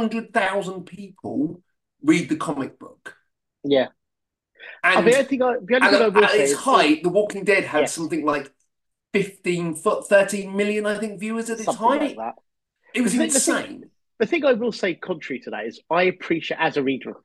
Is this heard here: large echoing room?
no